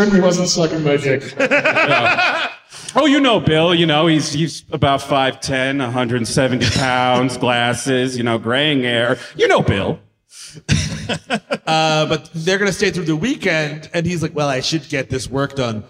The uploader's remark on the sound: Live in SLC. At Wiseguys in Salt Lake City, UT.